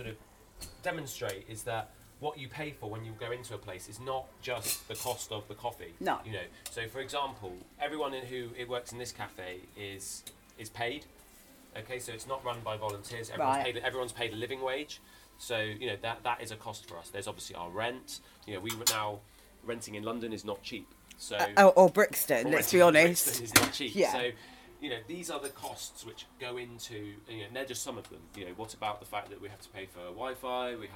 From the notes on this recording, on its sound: went along to the Brixton Pound Cafe on Atlantic Road for a cup of coffee.